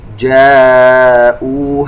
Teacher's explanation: كلمة جاءوها فيها مد متصل، نجد أن الألف جاء بعده همزة في نفس الكلمة